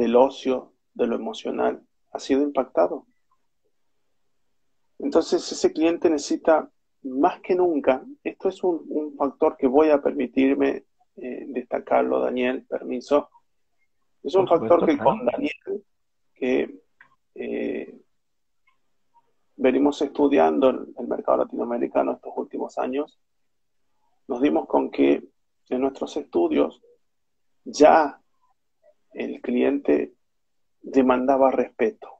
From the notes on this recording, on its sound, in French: Un Instagram live